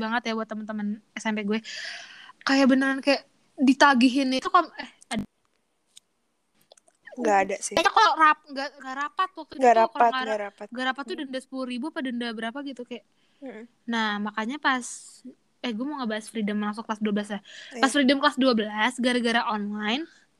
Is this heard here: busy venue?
no